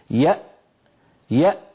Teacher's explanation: إذا نطقنا همزة ساكنة نقول يأتون مثلا يأ، فنجد أن الوترين الصوتيين ينقفلان تماما ولا يبقى مجال لمرور ذرة من الصوت